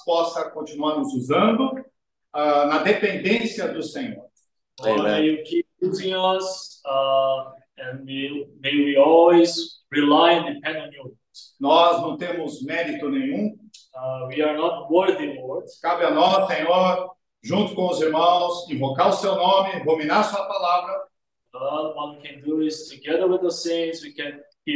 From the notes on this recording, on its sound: Sunday zoom Meeting